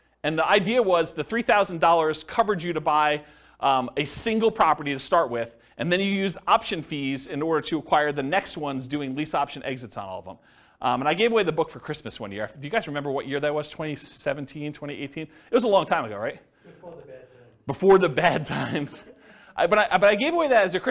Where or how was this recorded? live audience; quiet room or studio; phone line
live audience